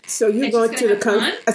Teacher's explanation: a sentence, not a question, but a sentence with the last word turns into a question